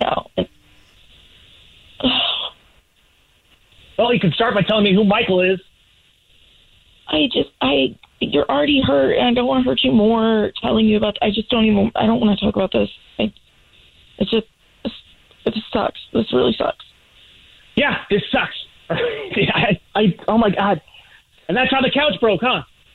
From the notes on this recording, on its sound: is on the phone today